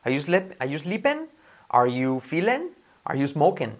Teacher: Ese ing que suena más como una E, ¿vale? Suena mejor smoking que smoking, ¿ok?